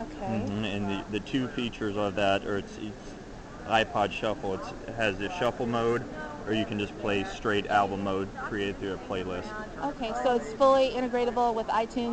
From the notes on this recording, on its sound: This was recorded on the DellPod at the 2005 Indiana Computer Educators conference in the Vendor Booth area.